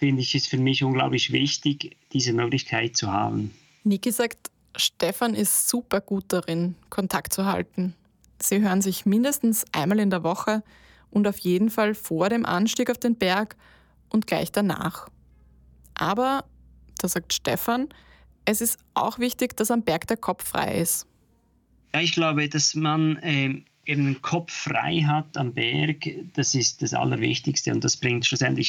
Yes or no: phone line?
no